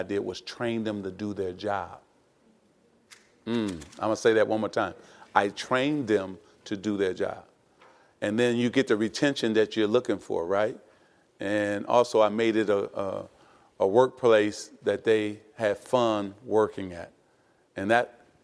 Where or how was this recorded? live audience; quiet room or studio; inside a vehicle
live audience